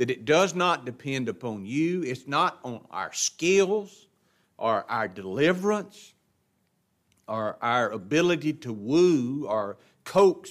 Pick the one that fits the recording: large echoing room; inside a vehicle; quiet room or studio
large echoing room